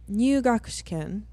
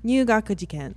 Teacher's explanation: If we rendaku shiken and then it turns jiken, jiken is a different word.